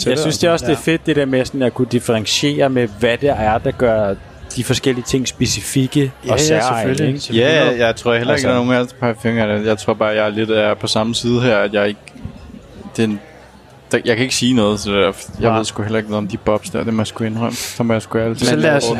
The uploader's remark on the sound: Live fra den hemmelige jazzklub